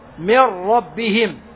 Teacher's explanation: أين النون؟ ليست موجودة. أين صفة النون التي هي الغنة؟ ليست موجودة. من ربهم هكذا، فذهب الحرف ذاتا وصفة. · Term: بغير غنة